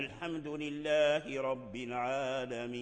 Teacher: خذ مثلا الوقف، مثلا الحمد لله رب العالمين، النون متحرك، فلما وقفنا عليه غيرناه من التحريك إلى السكون